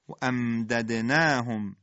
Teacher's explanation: میم ساکنه در دال اظهار